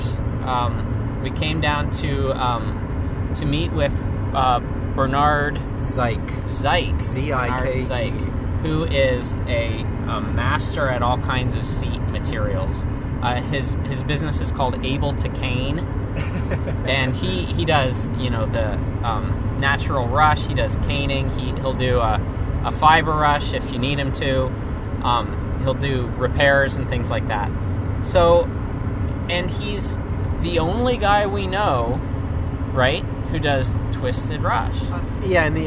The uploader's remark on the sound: This episode of our podcast was recorded on the road yesterday as we headed back home from Portland, Maine. Oh, and we got cut off by a Jeep during the recording.